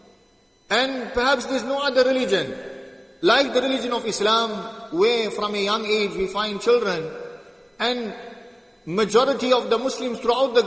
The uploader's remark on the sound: Jumuah lecture at Masjid ut Taqwa 13 Jan 2023